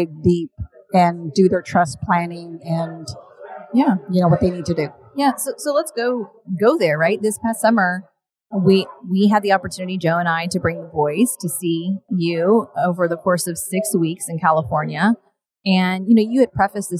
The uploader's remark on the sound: We are coming to you LIVE from Fincon 2023 in New Orleans